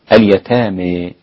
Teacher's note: اليتامى فيها الإمالة عند الإمام حمزة والكسائي وخلف